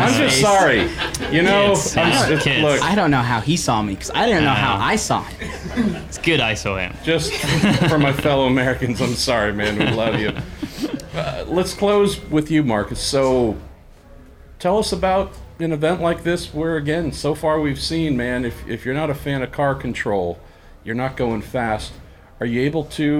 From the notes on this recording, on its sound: Live at Monterey 2019. In front of a small audience.